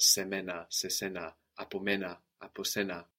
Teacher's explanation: they blend together the vowels of the preposition and emena or esena